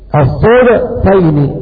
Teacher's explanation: قرأ شعبة بضم الصاد وإسكان الدال مقلقلة